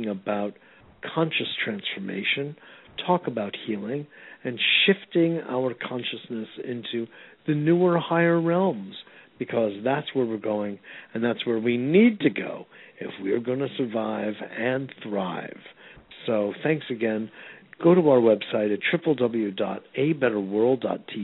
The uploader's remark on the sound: A Call-In Show